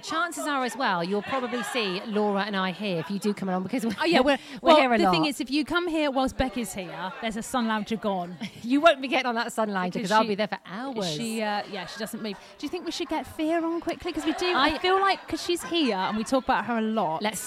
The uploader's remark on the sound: On this special show we are live from Ringwood Hall Hotel & Spa with a LIVE audience!!